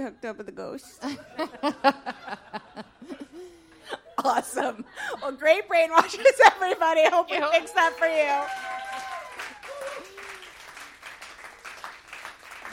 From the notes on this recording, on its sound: Please enjoy this re-release of our LIVE SHOW. Record How Were U Brainwashed LIVE at the Green Room 42.